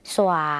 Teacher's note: ออกเสียงสอเสือและวอวีในภาษาลาวควบกันนะคะ